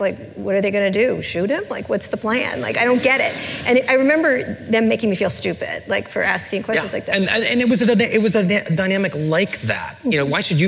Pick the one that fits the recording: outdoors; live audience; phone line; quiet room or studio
live audience